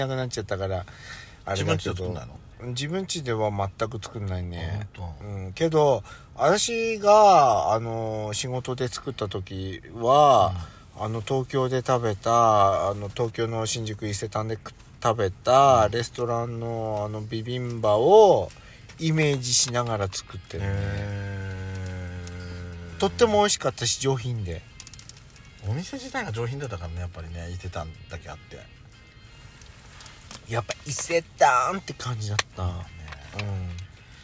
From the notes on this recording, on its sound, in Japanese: パーキング収録